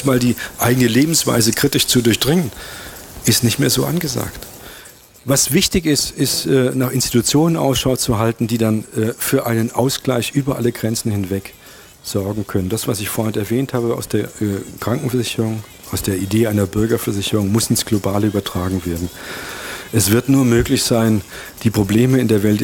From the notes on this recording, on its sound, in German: Live auf dem Allerweltsfest in Ulm. Radio free FM hat den Vortrag übertragen.